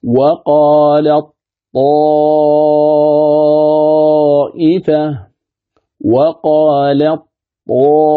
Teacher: فتدغم التاء في الطاء فتصير طاء، يعني أن القارئ إذا أراد أن يقرأ هذا الموضع من اللام يقرأ الطاء، قالطائفة مباشرة من اللام يقرأ الطاء، لأنه إدغام متجانسين يرتفع اللسان عندهما ارتفاعة واحدة وتكون هي بحرف الطاء.